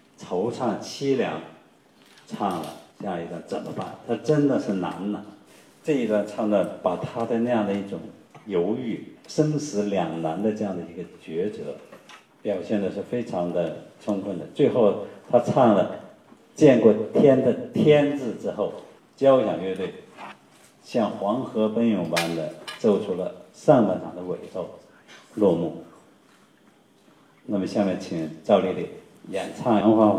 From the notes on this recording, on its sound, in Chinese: 今天的节目中，剧小院就带大家来到赏听会现场，抢先感受一下这部歌剧的音乐魅力。